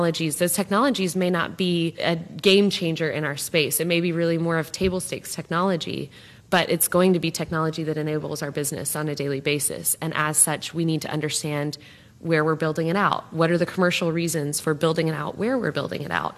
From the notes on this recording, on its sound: live from CrossBorder Solutions' quarterly summit in beautiful Sarasota, Florida